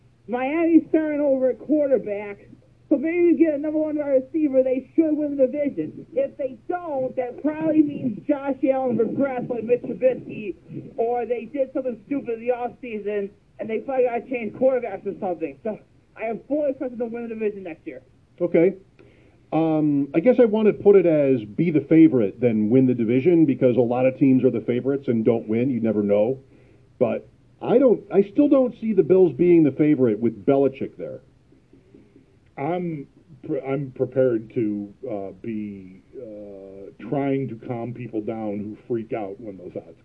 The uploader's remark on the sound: I record my calls into WGR550 shows.